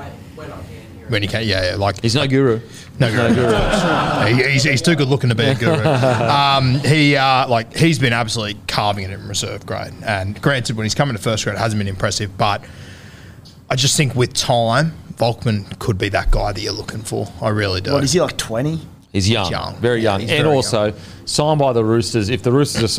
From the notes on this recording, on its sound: in front of our live crowd